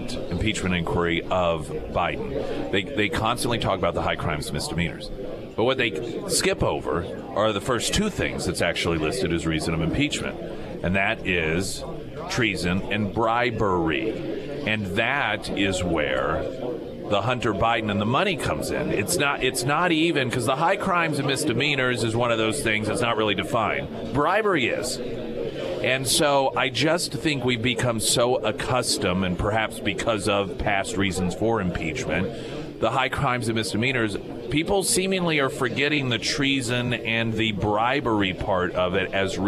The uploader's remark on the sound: live at Scramblers Diner